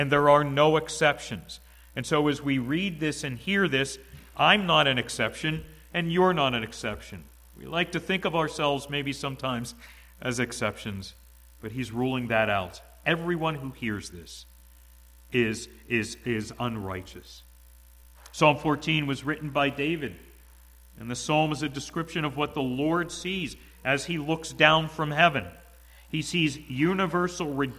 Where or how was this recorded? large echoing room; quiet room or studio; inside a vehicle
large echoing room